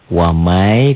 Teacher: Wamai ditahan kan? Wamai N-nya melebur ke Y. Bunyi nun matinya berubah menjadi Ya.